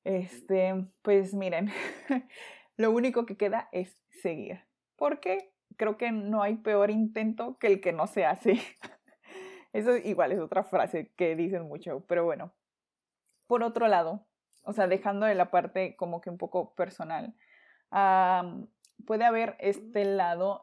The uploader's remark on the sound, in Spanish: Perdón por los ruidos que se escuchan, traté de limpiarlo pero no supe como..